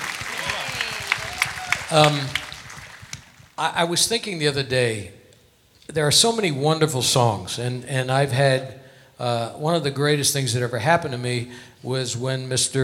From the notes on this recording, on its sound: Live at the SouthPoint